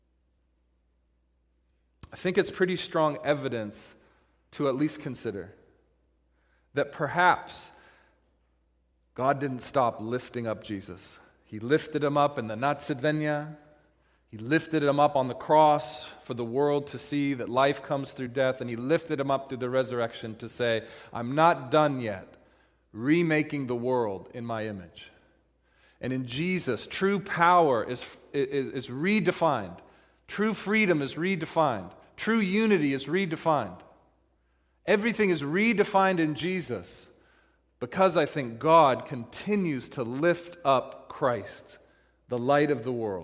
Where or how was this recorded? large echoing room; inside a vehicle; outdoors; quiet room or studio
large echoing room